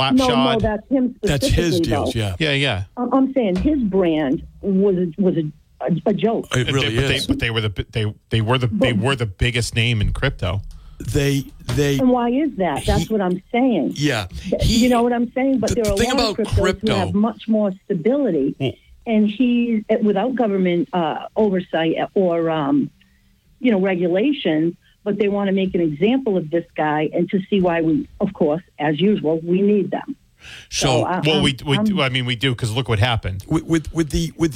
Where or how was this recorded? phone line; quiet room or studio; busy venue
phone line